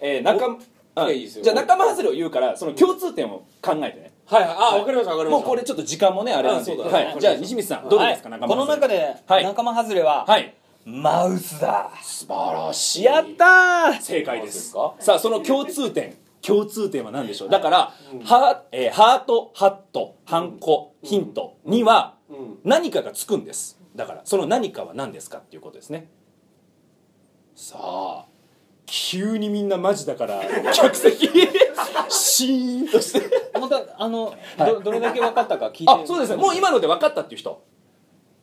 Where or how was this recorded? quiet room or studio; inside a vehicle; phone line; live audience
live audience